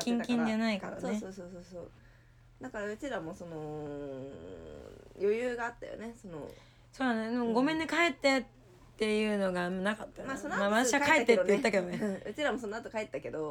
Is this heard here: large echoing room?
no